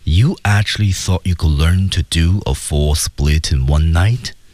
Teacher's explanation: 那么我们看它的升降调的处理是最后的升调处理。